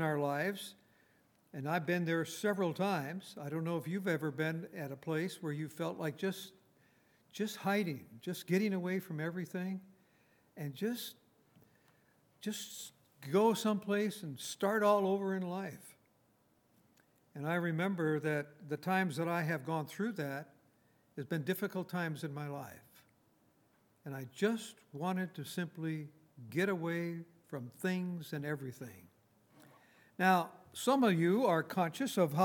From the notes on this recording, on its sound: Recorded on March 17, 2019, at Grace Bible Fellowship in Front Royal, VA.